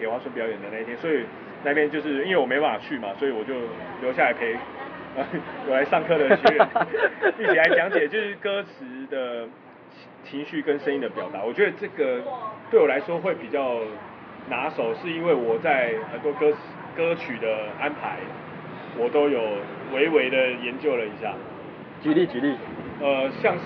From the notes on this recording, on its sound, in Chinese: 錄音地點：台南 牽咖啡 Chen Coffee。